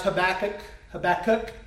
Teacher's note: But I think the way I say it now is Habakkuk, Habakkuk. I think there should be a emphasis on the cook.